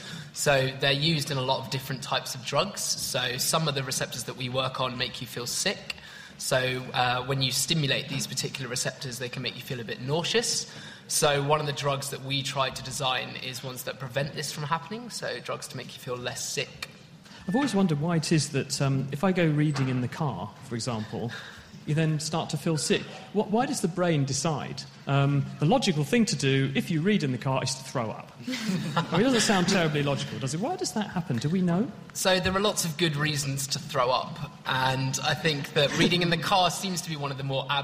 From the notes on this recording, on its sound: BANG! Naked Science Festival. The Naked Scientists take to the stage for the Cambridge Science Festival 2013.